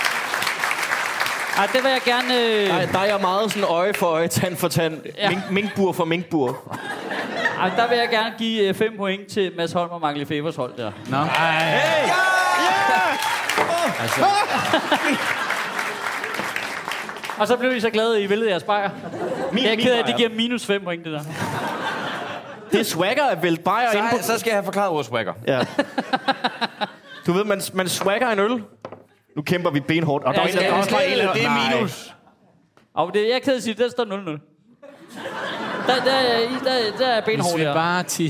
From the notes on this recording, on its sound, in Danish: Afsnittet er optaget live på Comedy Zoo